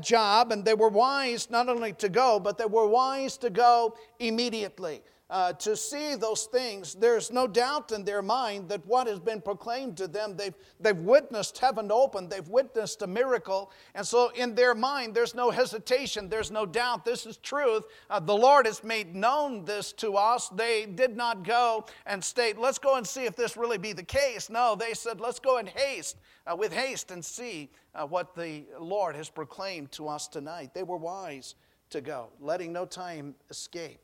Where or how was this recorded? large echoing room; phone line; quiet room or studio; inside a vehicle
large echoing room